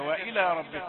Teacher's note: وإلى لام رقيقة ومدها رقيق